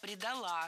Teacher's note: Ударение должно падать опять же на окончание.